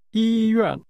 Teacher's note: This word is pronounced with high level and falling tones.